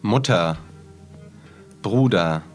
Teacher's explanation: И ее звучание похоже примерно на тот звук, который вы издаете, когда идете к врачу, и он вам давят шпателем на корень языка и предлагают сказать «а». То есть это такой глубокий, как его называют в фонетике, темный звук «а».